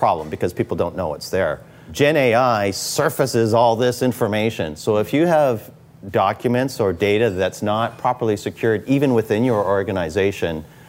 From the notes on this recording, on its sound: on location at their favorite watering hole